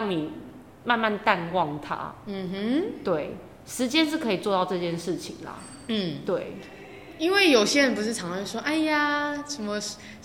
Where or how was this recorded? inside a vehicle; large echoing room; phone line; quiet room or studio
large echoing room